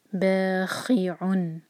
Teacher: نیکسٹ ہے بخیعن، با دو حرکہ، خی حلق سے خا کی آواز آنی چاہیے